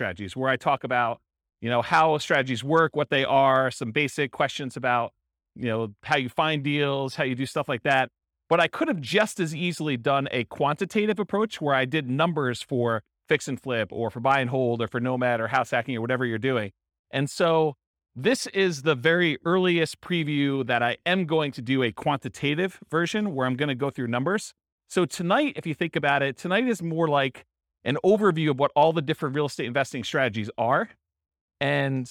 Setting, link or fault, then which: setting, live audience